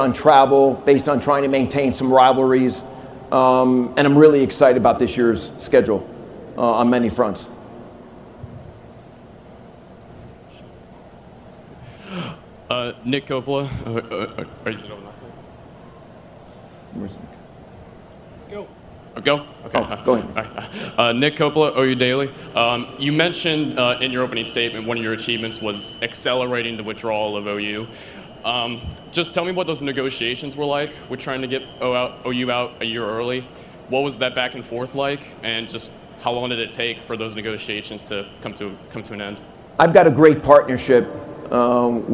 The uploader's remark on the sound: press conference at Big 12 Football Media Days